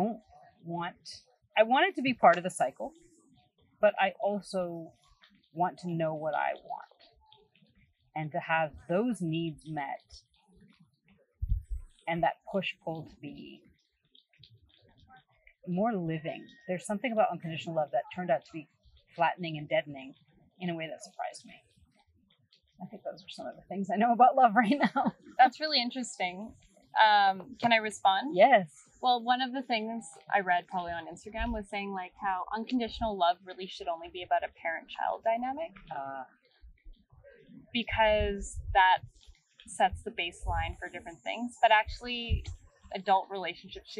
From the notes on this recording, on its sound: Even though these is so much strange background noise in this podcast